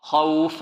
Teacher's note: النون الساكنة عندما يأتي بعدها حرف من حروف الحلق تظهر، والخاء من حروف الحلق، من خوف مع تفخيم ماذا؟ الخاء، لأنها من حروف خص ضاد قظ، وهي أول حروف الاستعلاء التي جمعت في هذا اللفظ.